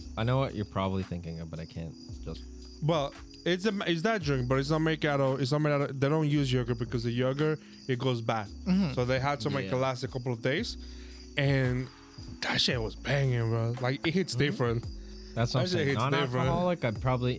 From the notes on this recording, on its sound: sorry for the noise, we had to record outside for this episode